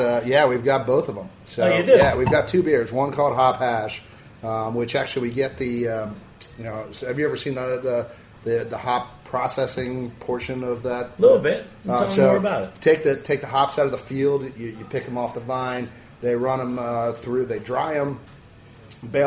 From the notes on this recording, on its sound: On location at Jimmy’s 43 with a team from Atlanta’s Sweetwater Brewing Co.